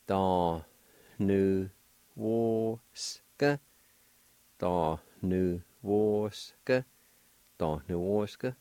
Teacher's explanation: in this word, the N will make a nasalized sound